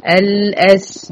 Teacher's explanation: مدي كمان مرقق تابع للحرف اللي قبل المد اللي هو البي، وبعد كده أقوم مفخمة عند الطاء ومقلقلها لو أنا وقفت، وكسراها لو أنا وصلت.